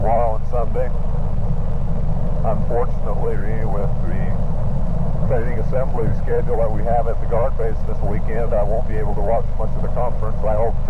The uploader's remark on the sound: Driving into work. Audio quality is not good...